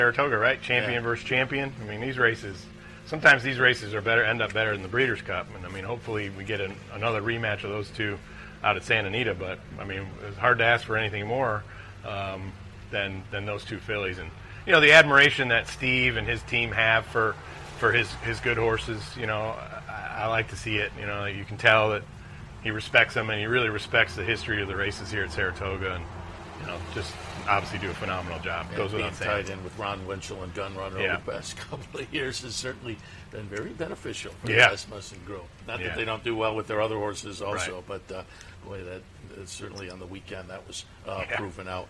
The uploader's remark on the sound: live from Saratoga Race Course